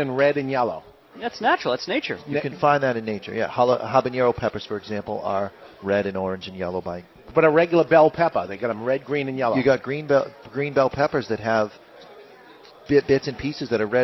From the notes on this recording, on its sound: LIVE From Two Guys Smoke Shop in Nashu NH